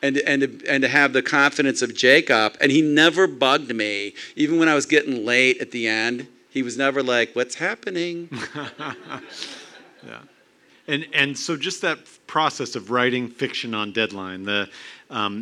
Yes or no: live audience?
yes